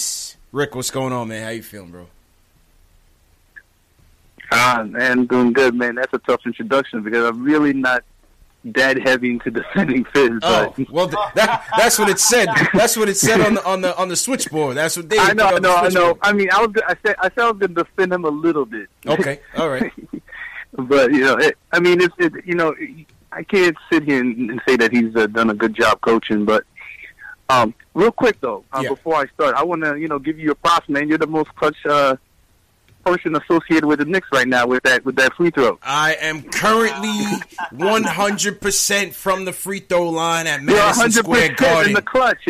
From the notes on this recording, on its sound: Knicks Post Game Live. Take live phone calls from fans around the world.